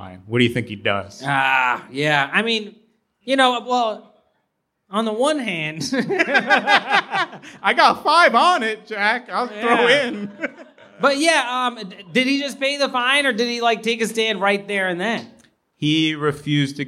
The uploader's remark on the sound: You will after experiencing this special live episode, recorded at the Green Street building in Los Angeles.